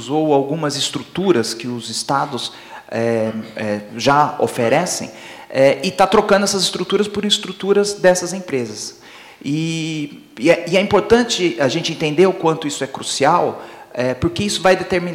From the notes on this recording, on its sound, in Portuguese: Esse episódio especial do Tecnopolítica foi gravado ao vivo. No Tucarena. Fez parte do Diálogos Fundasp.